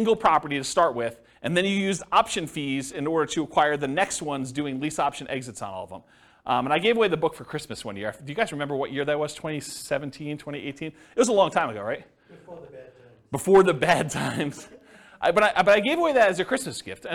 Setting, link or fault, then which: setting, live audience